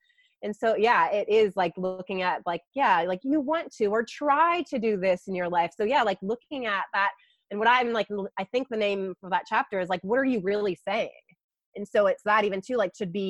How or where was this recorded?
video call